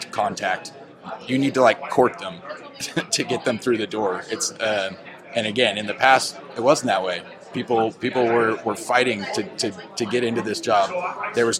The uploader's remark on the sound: on location at the IAFF 10th District PEP event in San Francisco